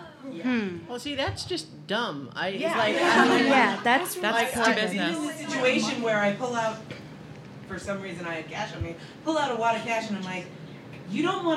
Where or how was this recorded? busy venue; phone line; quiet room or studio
busy venue